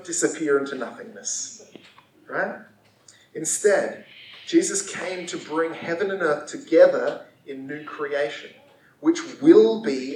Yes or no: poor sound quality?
yes